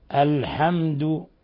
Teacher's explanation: قوله تعالى: الحمد، اللام هنا لام قمرية، والميم ساكنة جاء بعدها الدال، حكم التجويدي إظهار شفوي